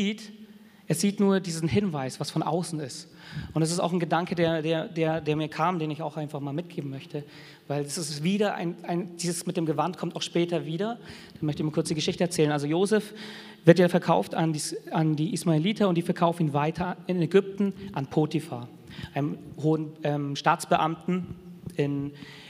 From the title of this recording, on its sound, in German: Sonntagsgottesdienst